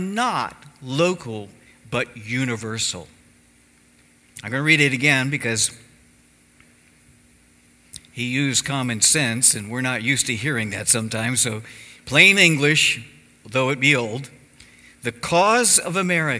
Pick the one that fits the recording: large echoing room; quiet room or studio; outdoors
large echoing room